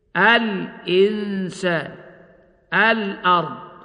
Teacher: فتظهر اللام قبل الهمزة · Term: قمرية